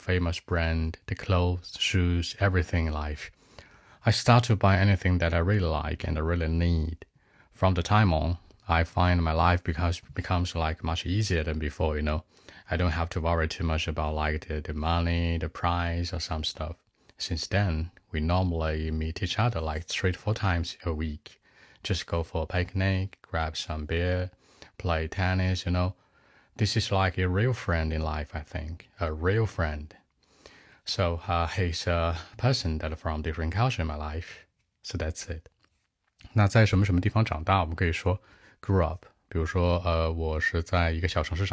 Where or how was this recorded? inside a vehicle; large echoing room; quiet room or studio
quiet room or studio